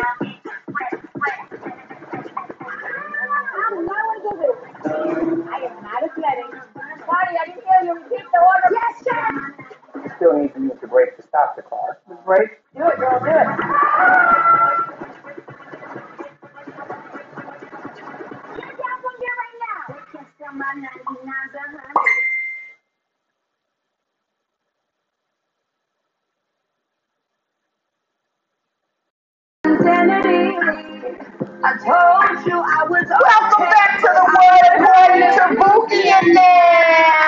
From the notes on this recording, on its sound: I spaced out and forgot to hook up the sound.